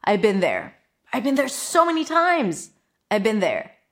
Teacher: have can also reduce to just a schwa. So actually without the V, just a schwa.